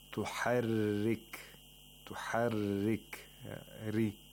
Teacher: And in order to pronounce it with thinness, we give a kasra to the ra and we pronounce it thinly by moving the tongue downward, and the back of the tongue is not raised when pronouncing the ra. · Term: tarqiq of the ra